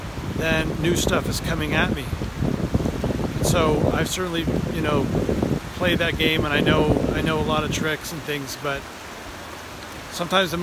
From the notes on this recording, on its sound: Today I take you on location with me as my boys and I prepare to go fly fishing up a local canyon.